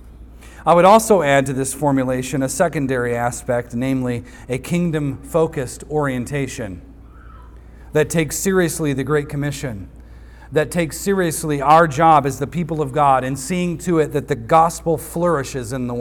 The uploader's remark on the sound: recorded on Sunday, May 28th, 2023, at the weekly worship gathering of Cross & Crown Church.